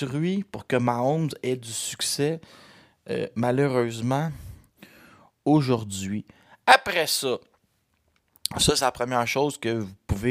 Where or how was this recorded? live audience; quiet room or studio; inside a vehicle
quiet room or studio